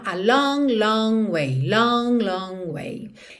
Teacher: Esse G do long, ele às vezes até aparece long, long, mas é bem sutil